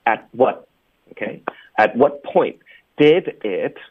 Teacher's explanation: 开头前三个字都会省略结尾的这个爆破音